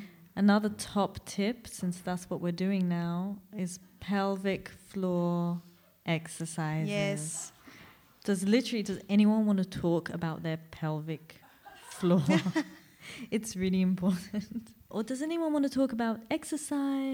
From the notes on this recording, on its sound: From our live recording at Podfest Berlin.